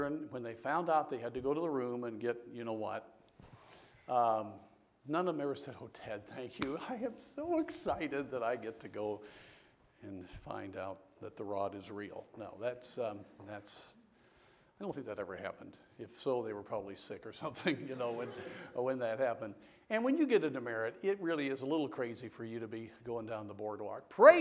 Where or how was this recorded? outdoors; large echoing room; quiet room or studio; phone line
large echoing room